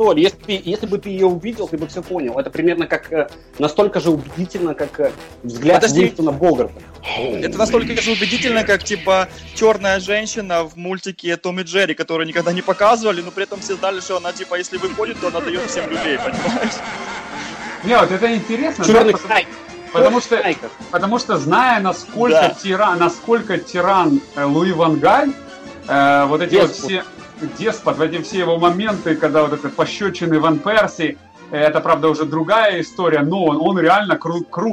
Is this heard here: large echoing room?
no